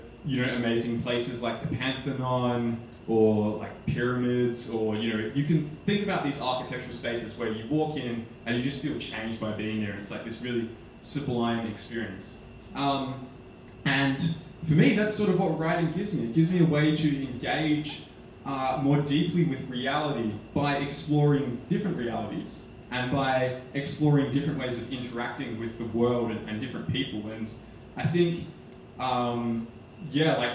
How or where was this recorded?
live audience